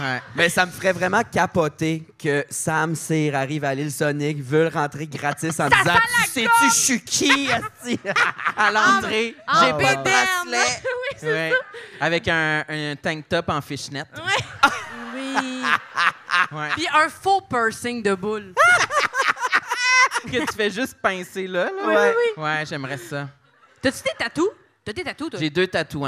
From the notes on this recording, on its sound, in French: Petit party enregistré au théâtre La Chapelle de Québec!